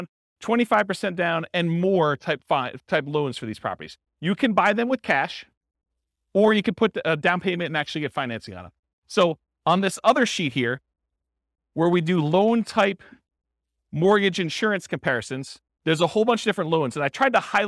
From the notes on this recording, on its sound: This was a live class recorded.